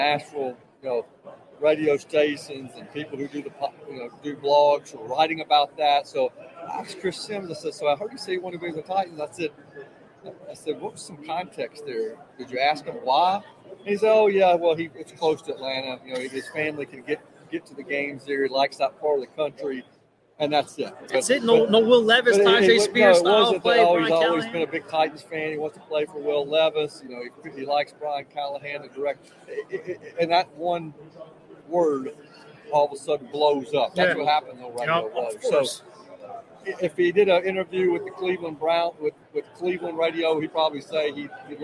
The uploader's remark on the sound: Live At Super Bowl!